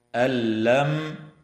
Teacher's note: النون الساكنة تدغم في اللام من غير غنة